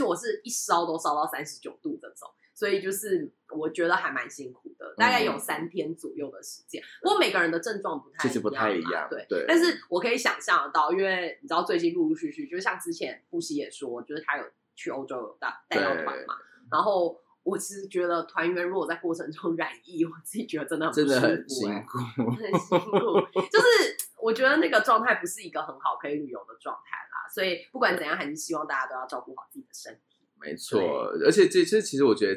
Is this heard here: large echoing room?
no